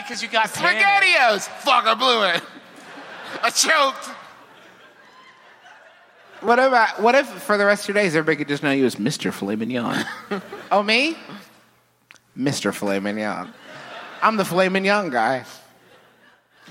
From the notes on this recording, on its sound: Here's a live performance from The Lincoln Theatre, in beautiful, humid Washington D.C.! A perplexing audience question.